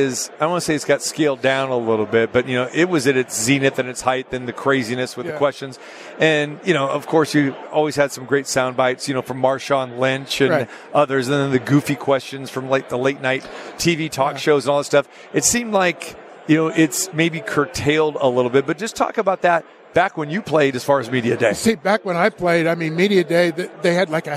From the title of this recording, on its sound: Live from Radio Row Super Bowl 58